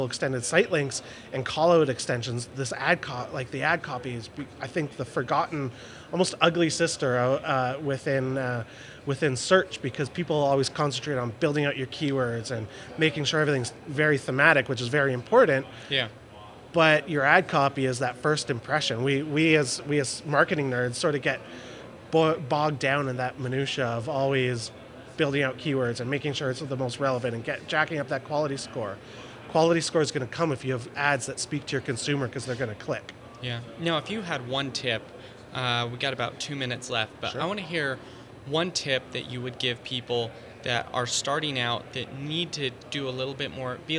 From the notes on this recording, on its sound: In this podcast recorded at Pubcon Las Vegas 2014